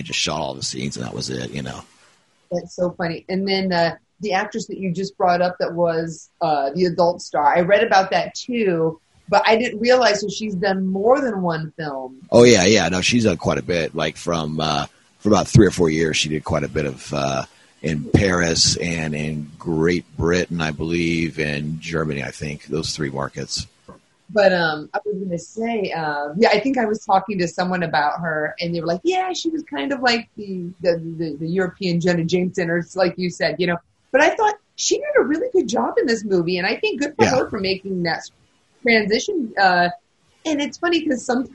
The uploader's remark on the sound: Another fun Zoom episode with a fun and informative discussion.